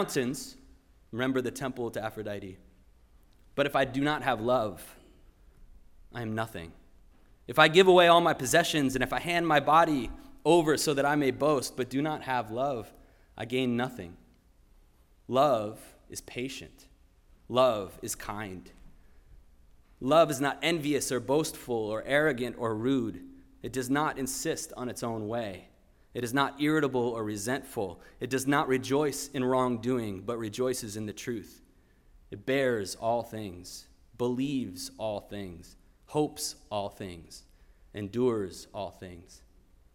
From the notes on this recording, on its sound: Sermon preached at RCHP